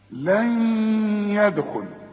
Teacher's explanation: وبعد النون الساكنة ياء، والياء من حروف الادغام، فهنا لازم اغن، ها، لن يدخل، ادغام بغنة، لن يدخل.